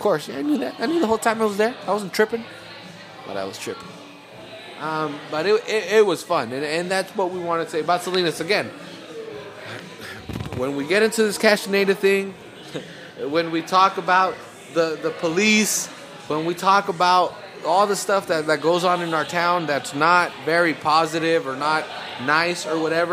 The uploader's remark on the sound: We also play some sound clips we recorded at the Fire and Ice party hosted by Jack Daniels at 201 Main. Some really great sounds of a bunch of people partying in downtown Salinas.